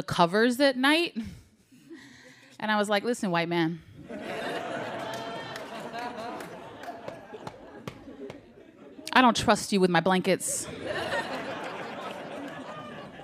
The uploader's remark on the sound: A Rightnowish Comedy Night at KQED's headquarters in San Francisco. The evening consisted of a quick Q&A and an open mic segment where audience members came up and cracked some jokes.